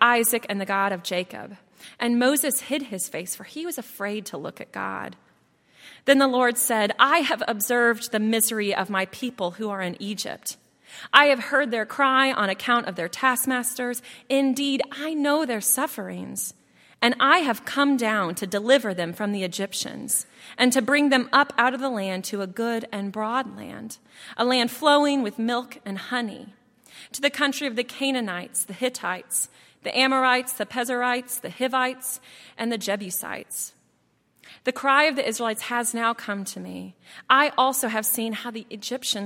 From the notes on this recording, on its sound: at Highland Baptist Church